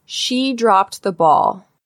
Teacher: Notice how the ED ending has a very, very slight sound of a T here.